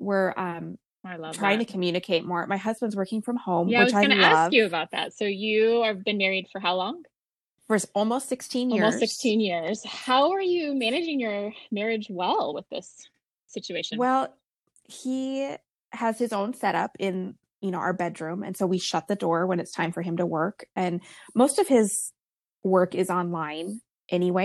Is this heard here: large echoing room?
no